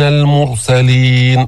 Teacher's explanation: فخم الراء سكنت وضم ما قبلها